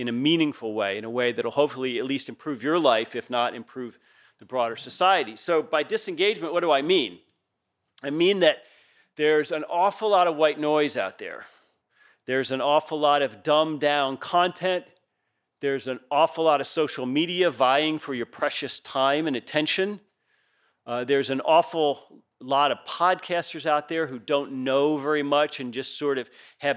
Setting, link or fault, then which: setting, large echoing room